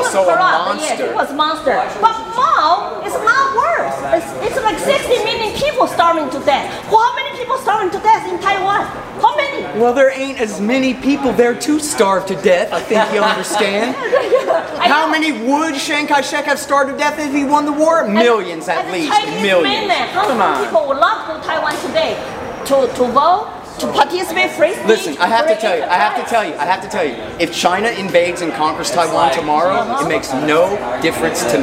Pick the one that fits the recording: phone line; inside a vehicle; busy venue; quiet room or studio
busy venue